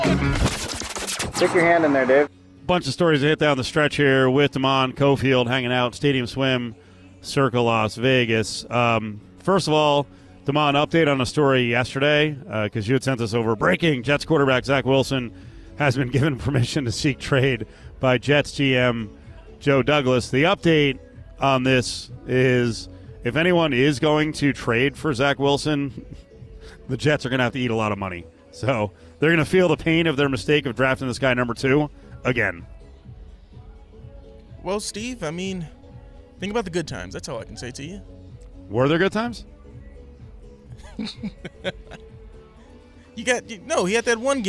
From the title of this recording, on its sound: LIVE FROM THE COMBINE